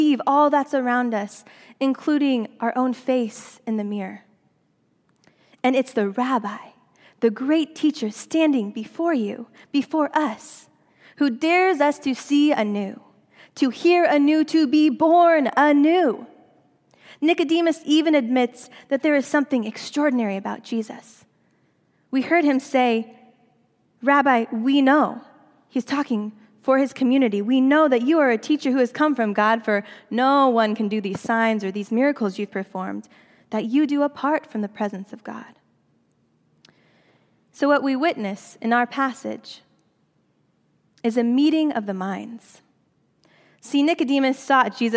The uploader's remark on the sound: during the Traditional Worship service